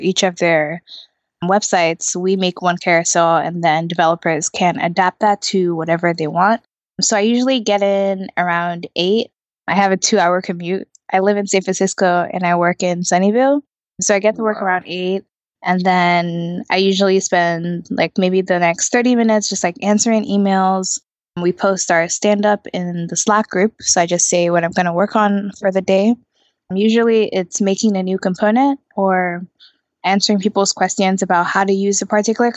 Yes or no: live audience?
no